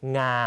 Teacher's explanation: เสียงสูงไม่เปลี่ยนระดับนะครับเสียงอ่านจะคล้ายกับเสียงสามัญในภาษาไทยนะครับ · Term: วรรณยุกต์งาง